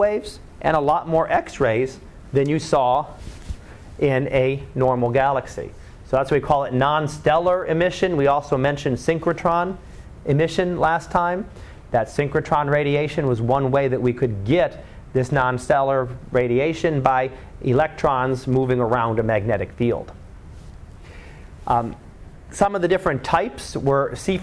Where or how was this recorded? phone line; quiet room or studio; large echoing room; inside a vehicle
large echoing room